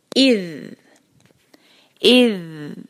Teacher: ذال کو سافٹ، زبان کی نوک کو سامنے کے دانتوں میں دبا کے پھر ازال ادا کریں گے.